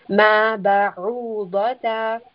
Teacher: Ayn has a slight constriction of the throat. You should feel movement.